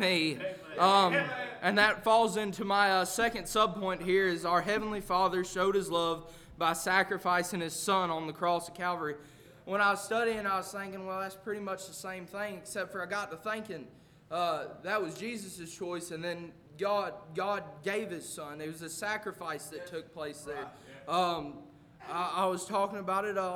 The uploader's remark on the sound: A message preached at Crossroads Baptist Church